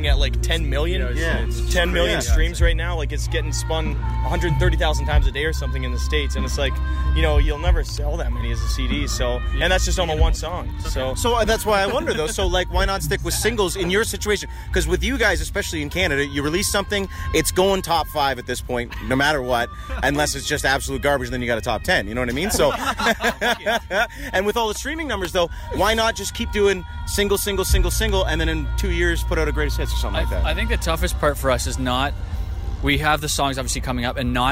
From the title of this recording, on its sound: Live from Boots & Hearts